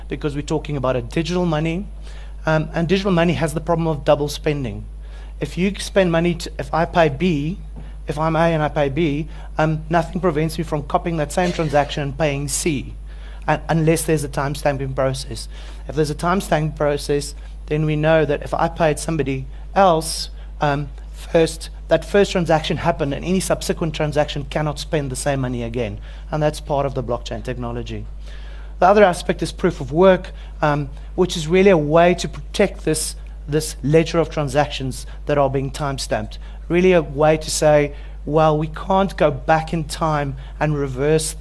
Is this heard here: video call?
no